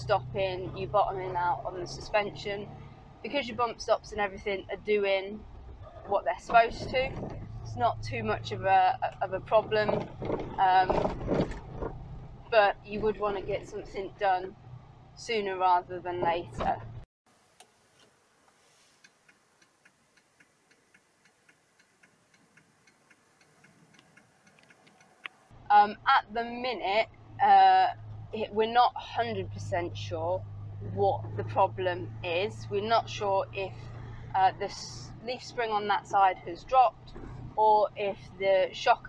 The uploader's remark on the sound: all recorded from my 1968 Morris Minor, Peggy